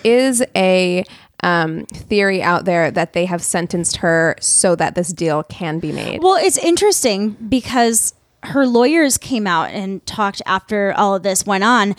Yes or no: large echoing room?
no